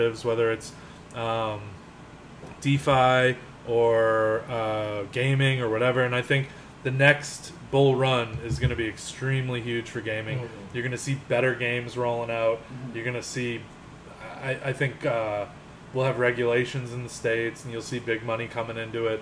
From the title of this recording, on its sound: Live from the Bar